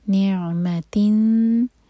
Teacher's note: عین پر جھٹکا نہ آئے تو عین کو تھوڑا سا ٹائم دیں گے تاکہ عین کا مخرج ادا ہو. نعمتن تا مربوطہ کی تنوین کے بعد نیکسٹ ورڈ جو ہے تا سے شروع ہو رہا ہے تو یہاں پر ہم اخفاء کریں گے نون کی آواز کو چھپائیں گے اور لائٹ اخفاء ہوگا تا کے لیے زبان تیار کریں گے اور دو سیکنڈس کا ٹائم دیں گے.